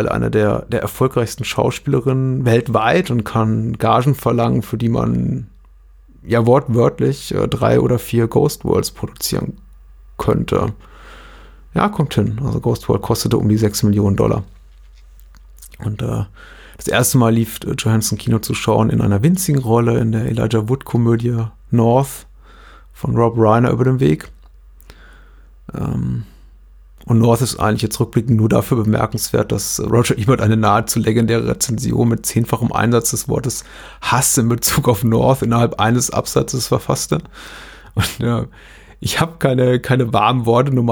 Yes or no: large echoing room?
no